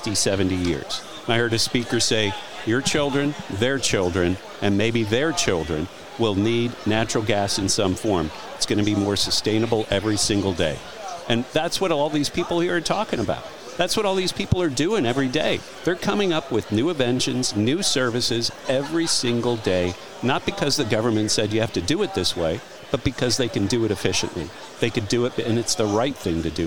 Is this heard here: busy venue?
yes